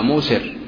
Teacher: ياء ساكنة قبلها ضمة فيه ثقل ملحوظ، فلذلك أبدلت الياء واوا فقيل موسر، لأن موسر يعطيك مدة واو قبلها ضمة يتناسب فيعطيك مدة تستريح بها في الكلام، بخلاف ميسر ثقال من ضمة إلى ياء ساكنة فيه ثقل.